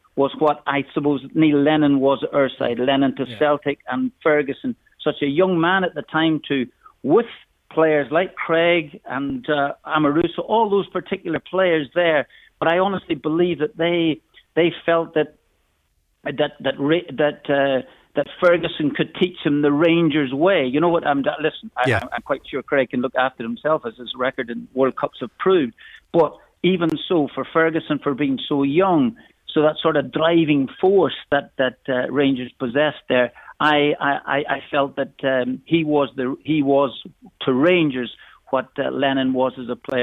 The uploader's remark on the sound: on the phone for the OPC Energy LTD Go Radio Football show